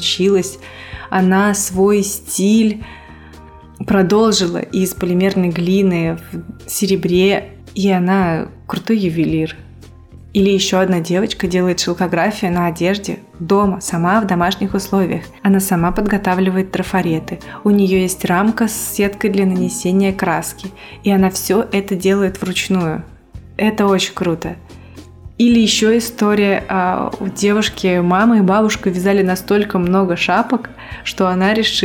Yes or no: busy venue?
no